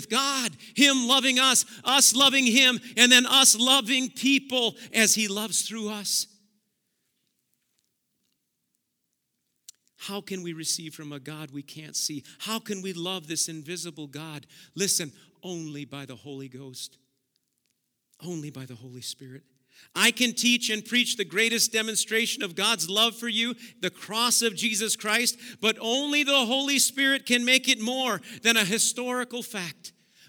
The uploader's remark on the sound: Preached at Auxano Church 1/8/2023